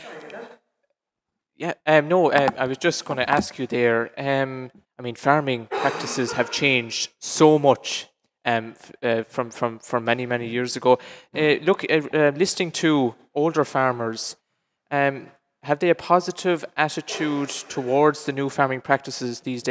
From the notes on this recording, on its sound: LIVE FROM Quin Community Centre